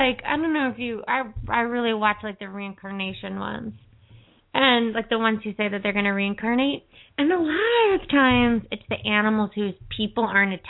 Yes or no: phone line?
yes